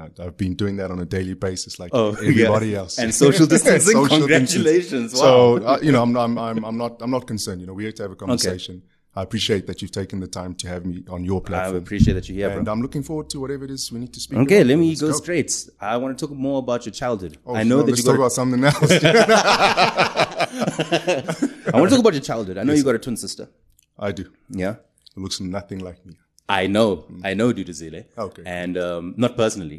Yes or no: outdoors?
no